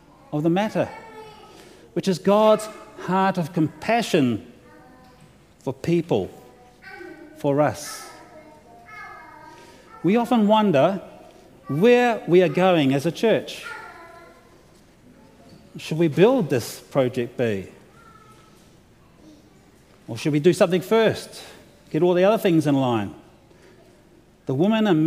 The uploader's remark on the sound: Delivered to the opening worship service of the LCANZ Convention of General Synod.